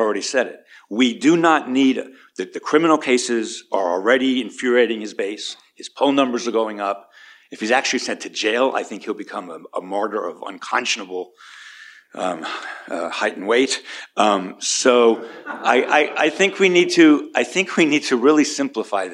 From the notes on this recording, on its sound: The University of Minnesota Law School held a conference with leading law and political science scholars. Is a recording of one of the conference panels.